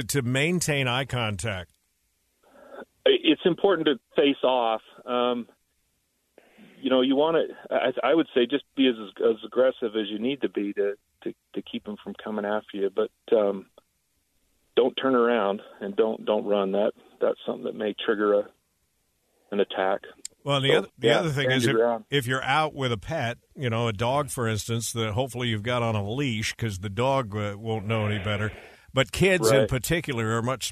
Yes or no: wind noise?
no